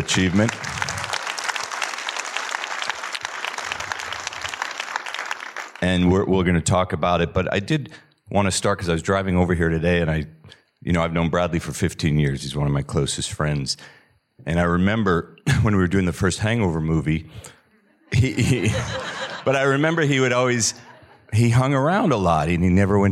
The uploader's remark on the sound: in a Q&A at the DGA theater in Los Angeles